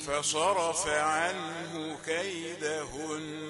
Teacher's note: لازم الغنة وقفا تساوي الغنة وصلا، ومقدارها حركتين